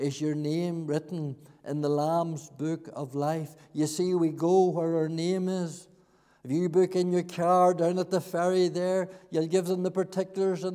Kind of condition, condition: setting, large echoing room